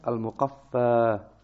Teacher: It can also be pronounced with a fatha at the end, Al-Muqaffa.